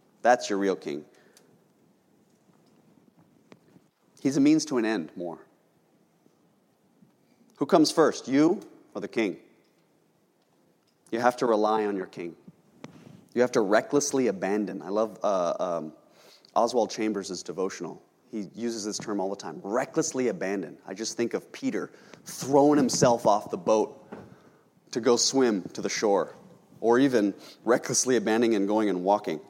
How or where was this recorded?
large echoing room